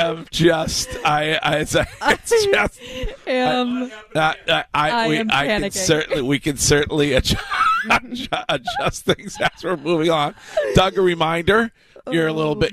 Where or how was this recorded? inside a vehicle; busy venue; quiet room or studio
busy venue